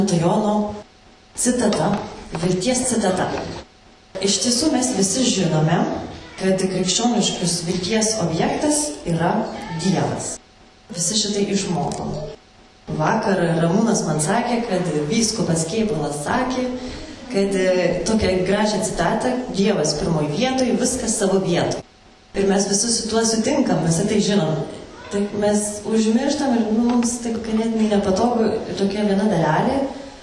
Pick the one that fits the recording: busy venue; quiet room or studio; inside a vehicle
busy venue